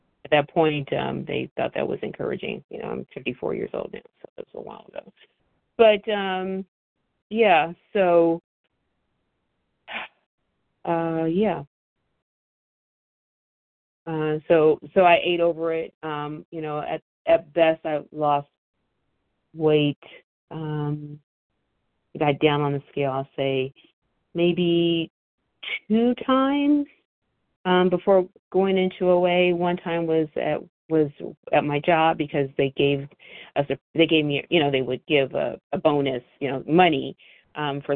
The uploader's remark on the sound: From the 100 Pounders Phone Meeting.